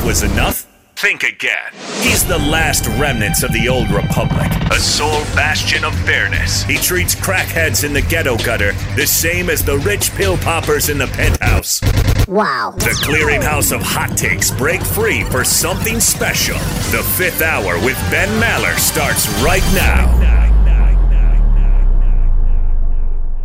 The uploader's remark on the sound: Live from Super Bowl Row.